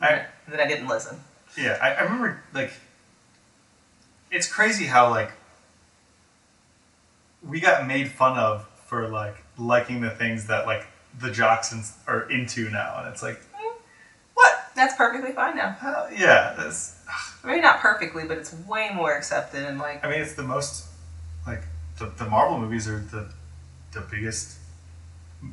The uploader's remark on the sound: Our mic was having a rough week... Apologies for the audio.